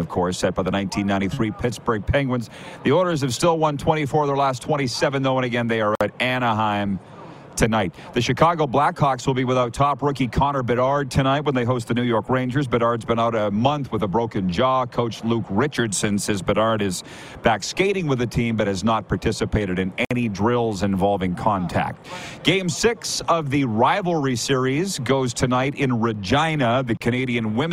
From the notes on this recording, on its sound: LIVE from Radio Row at Super Bowl in Las Vegas, Nevada! Live guests right in the heat of the action!